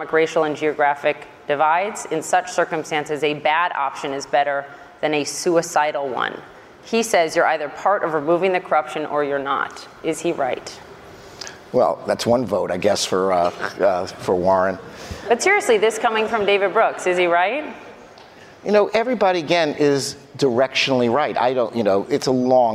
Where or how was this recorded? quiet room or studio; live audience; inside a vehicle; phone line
live audience